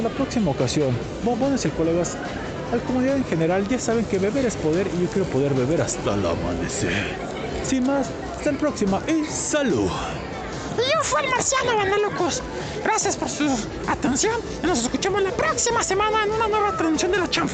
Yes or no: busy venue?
yes